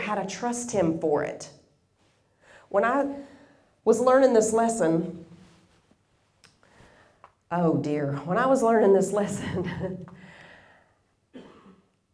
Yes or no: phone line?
no